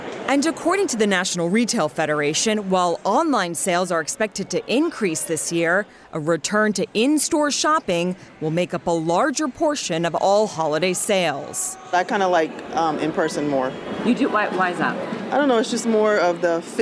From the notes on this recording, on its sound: 6 people have been killed in a mass shooting at a Walmart in Chesapeake, Virginia. Reports live from the scene.